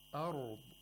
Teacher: We have a ra with a sukoon preceded by a letter with a fatha. We have to pronounce the ra with tafkhim, with thickness and without qalqala.